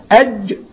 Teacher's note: لو رسمنا اللسان هنلاقي اللسان وسطه قابب لفوق كده ومقرب من سقف الحنك. أج خبط في السقف لكن أش انتقوت لكن ساب فتحة تمرر هوا عمل الصوت.